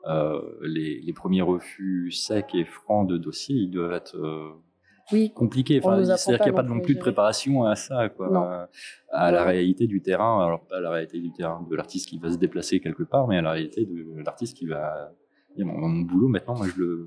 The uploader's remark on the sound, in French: Enregistré au Centre Pompidou dans le cadre du Festival Hors Pistes.